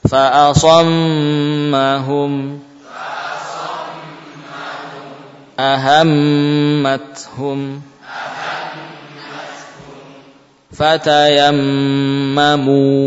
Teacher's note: Jadi zaman mim tasydid lebih panjang daripada zaman huruf-huruf selainnya yang bertasydid.